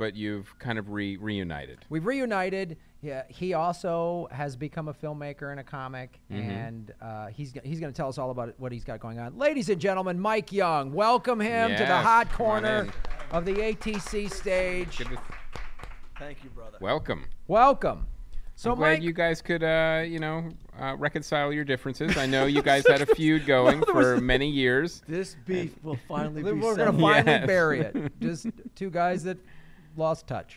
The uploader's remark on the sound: ATC Fest Live From Phoenix